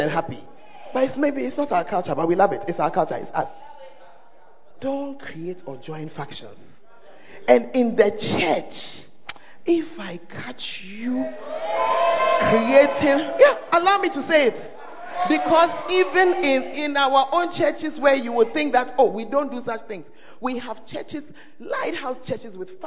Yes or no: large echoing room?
yes